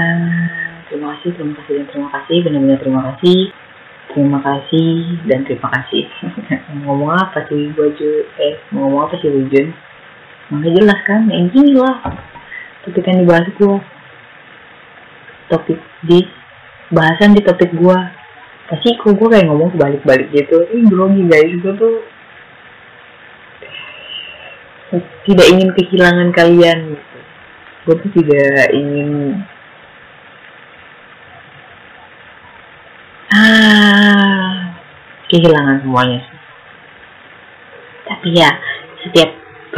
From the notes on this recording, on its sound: Sorry for noisy recording and also use your earphone for better sound.